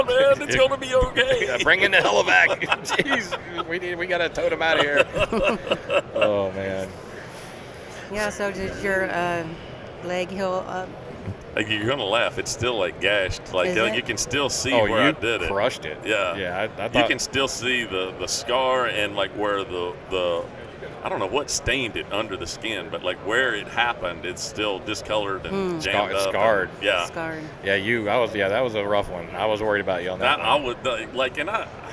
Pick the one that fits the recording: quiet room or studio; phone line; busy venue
busy venue